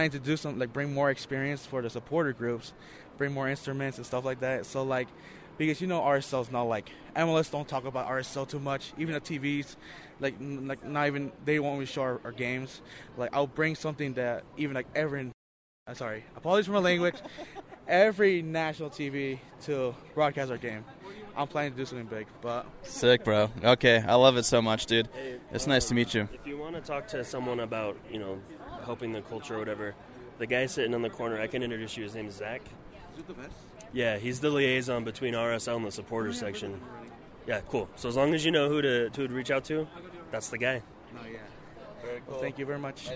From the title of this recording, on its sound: Live From RSL Practice